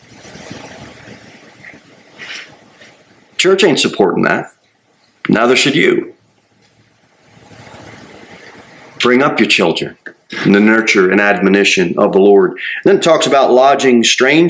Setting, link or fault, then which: setting, large echoing room